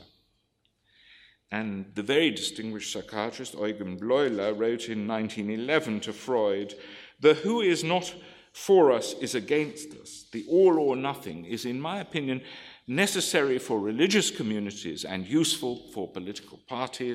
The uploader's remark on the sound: This lecture is from the 2014 meeting of the Property and Freedom Society